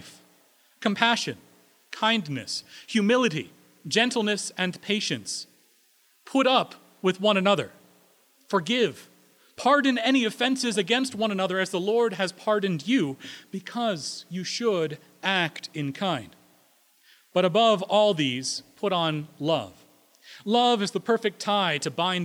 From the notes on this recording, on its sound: Recorded April 10, 2016 at Corona United Presbyterian Church, New Mexico